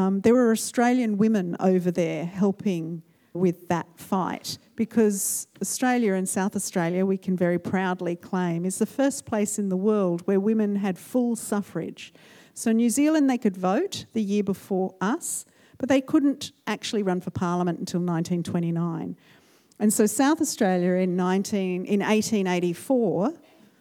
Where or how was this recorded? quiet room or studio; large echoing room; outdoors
large echoing room